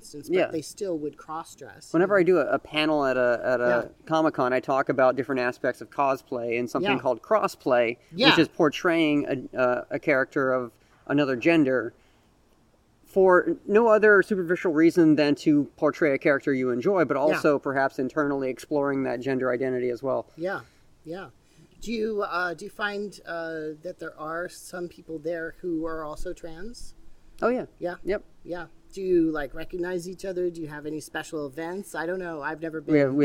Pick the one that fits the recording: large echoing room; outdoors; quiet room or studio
outdoors